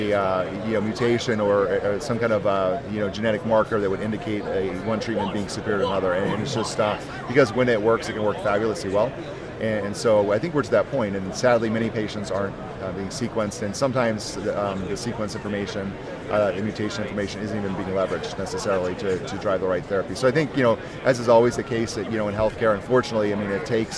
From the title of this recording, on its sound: LIVE from #HIMSS17